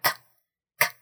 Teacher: C can also make a non-aspirated K, right? A k, k sound, and that's also represented by a lowercase K, but without the H.